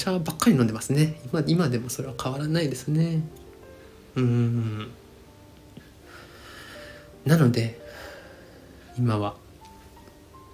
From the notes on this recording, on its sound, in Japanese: スタンドFMのアプリを使って回しっぱなしで収録しております。BGMが大き過ぎる箇所もあるかもしれませんがご了承ください。